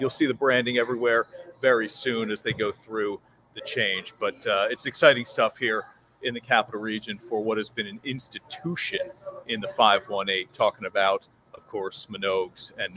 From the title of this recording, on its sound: LIVE from Minogue's!